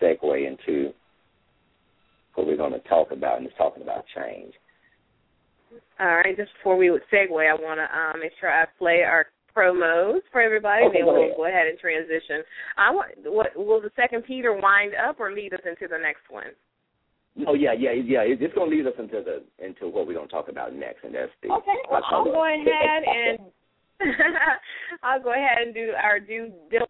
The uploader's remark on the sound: LML uses a progressive live call in format.